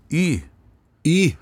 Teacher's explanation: Hvis du sier y, y, så har du leppen framskutt